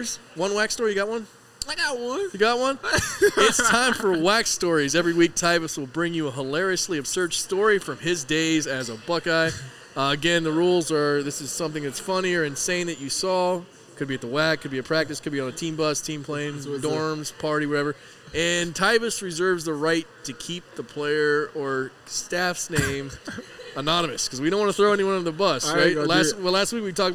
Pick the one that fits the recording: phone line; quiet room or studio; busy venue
busy venue